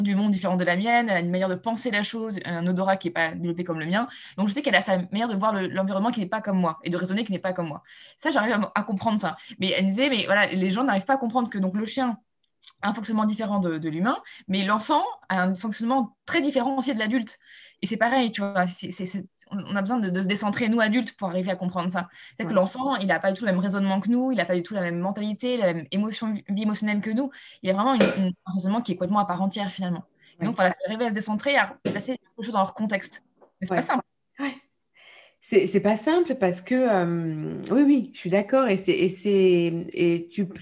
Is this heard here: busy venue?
no